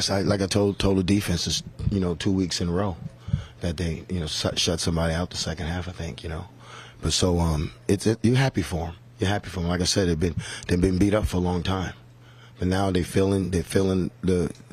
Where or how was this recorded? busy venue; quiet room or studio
busy venue